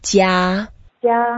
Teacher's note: 家 is the first tone and then we just keep it flat.